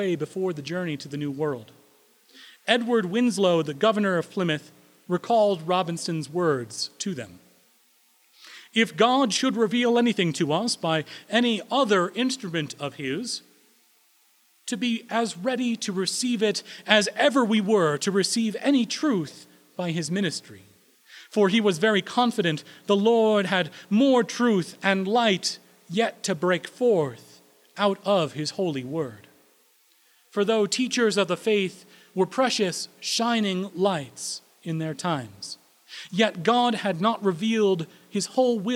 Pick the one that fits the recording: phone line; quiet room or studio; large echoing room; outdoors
large echoing room